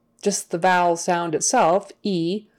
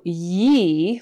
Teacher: So most of them are pretty easy, although yi with the y-e-e can be a little harder because e, just the vowel sound itself, e, is produced with the tongue in the same place as the y kind of goes. So it's hard to differentiate those two sounds.